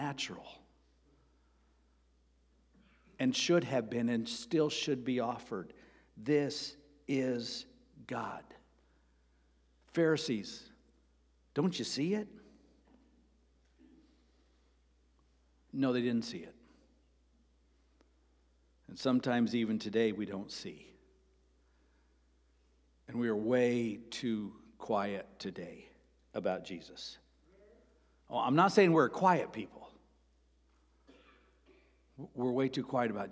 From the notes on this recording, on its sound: Sermon preached on April 2, 2023 (Palm Sunday) at Avondale Baptist Church.